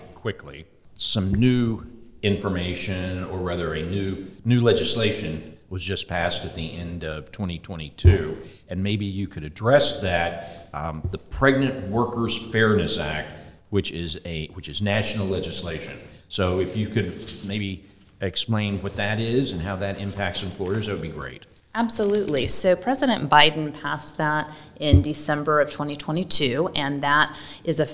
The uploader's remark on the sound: which was recorded at Ogletree Deakins’ national Workplace Strategies seminar